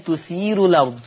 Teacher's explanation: إذا أنت وصلت رققت الراء وصلا وعملت النقل في الأرض